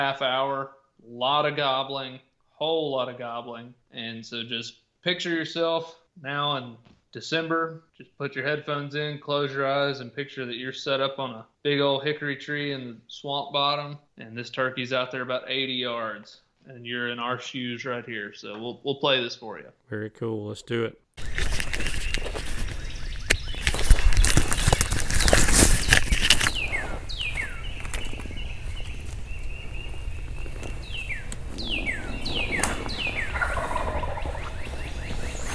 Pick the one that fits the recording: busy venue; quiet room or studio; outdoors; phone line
outdoors